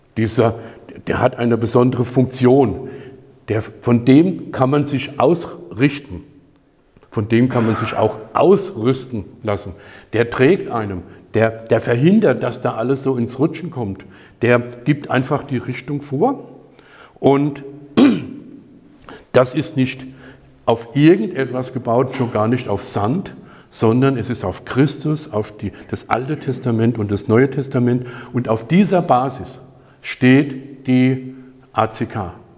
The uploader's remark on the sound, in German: Die Predigt wurde bei der Aufnahme der StartUp-Kirche Worms in die örtliche Arbeitsgemeinschaft Christlicher Kirchen gehalten.